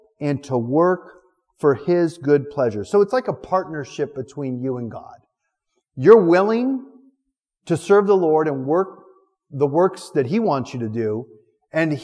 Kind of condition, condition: setting, large echoing room